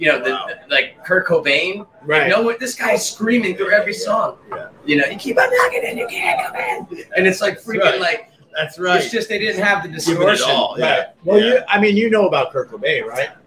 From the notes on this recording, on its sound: Live from Gebhards